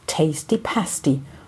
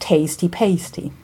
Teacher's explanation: Übrigens wird das A in Pasty, sofern nicht das Adjektiv gemeint ist, nicht diphthongiert · Shown in: first take · man hört nicht zwei unterschiedliche Vokallaute, wie beispielsweise bei dem A in frame, sondern nur einen kurzen, zwischen dem deutschen Ä und E liegenden Monophthon, wie in that.